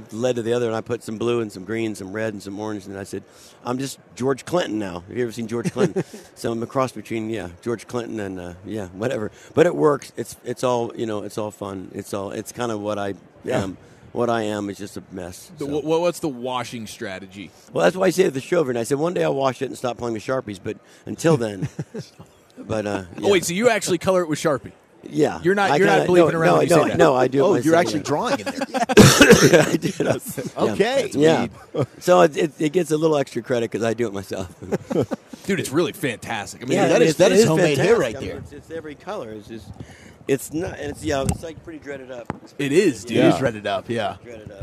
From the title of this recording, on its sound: live from Super Bowl Radio Row